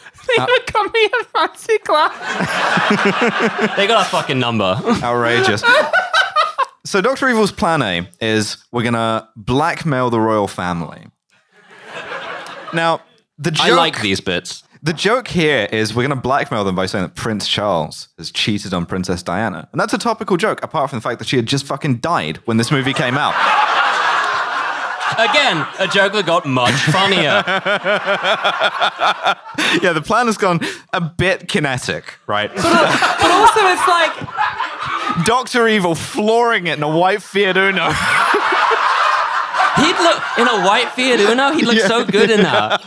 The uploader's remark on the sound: Recorded live at the Streatham Space Project.